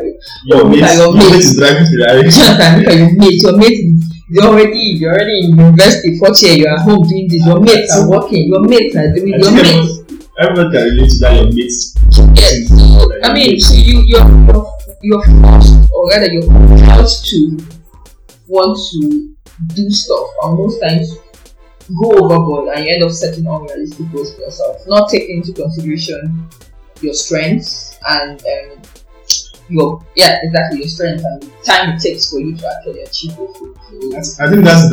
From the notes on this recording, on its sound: there was a bit of issue with the sound